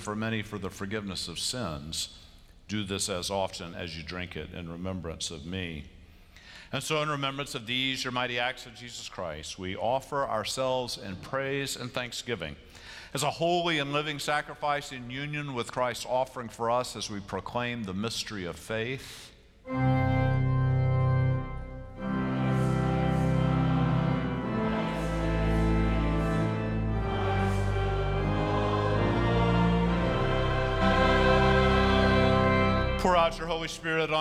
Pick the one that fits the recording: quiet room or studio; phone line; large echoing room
large echoing room